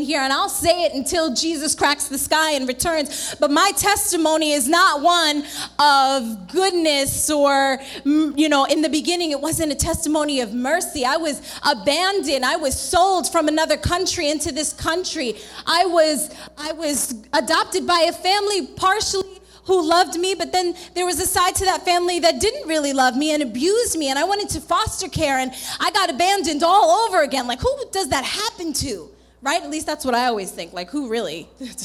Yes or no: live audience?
yes